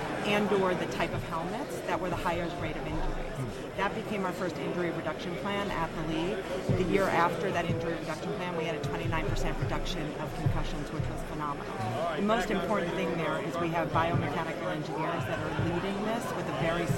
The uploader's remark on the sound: Super Bowl LIV Radio row